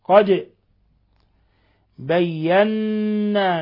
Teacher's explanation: قوله تعالى قد بينا، دال ساكنة قلقل لأن من حروف قطب جد. قد بينا نون مشددة تغن مقدار حركتين لأنه حرف غن مشدد. قد بينا، لاحظوا كيف نضغط عن النون ونلصق طرف اللسان في أصول الثنايا العليا مع غن من الخشوم.